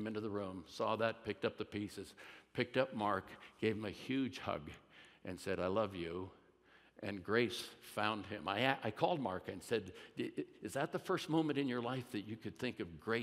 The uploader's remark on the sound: At Timberline Church.